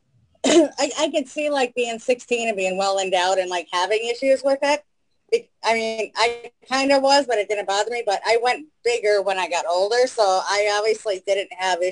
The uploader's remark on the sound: stopped by to chat with us on Zoom.